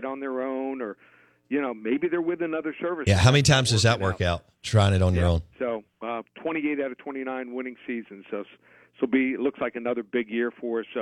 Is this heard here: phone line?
yes